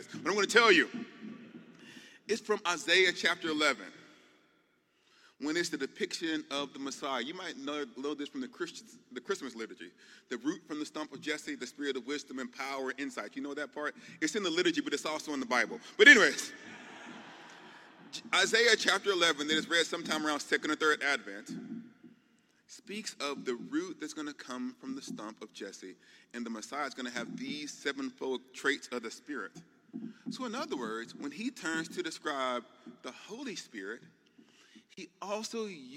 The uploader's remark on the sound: The keynote talk from the 15th Annual Mockingbird Conference in NYC.